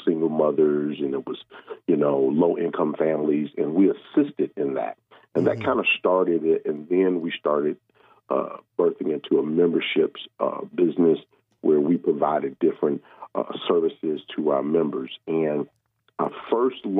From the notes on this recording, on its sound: We also had a special guest call